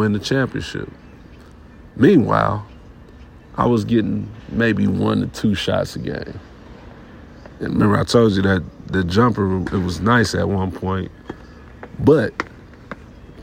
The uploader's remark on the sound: This episode was recorded inside the Sacramento Kings arena